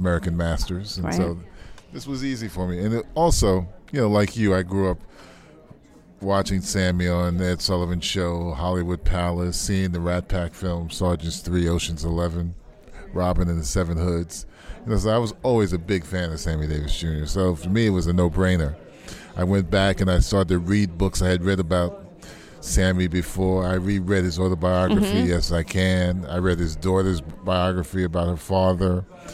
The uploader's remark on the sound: at Closing Night of the 38th San Francisco Jewish Film Festival